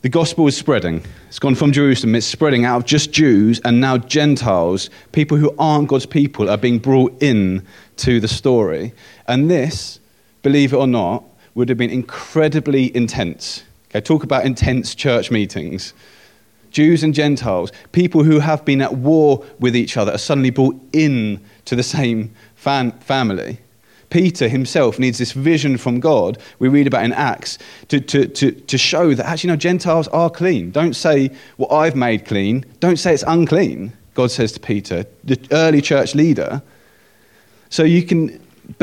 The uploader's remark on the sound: At King's Church, Cockermouth, as an audio file.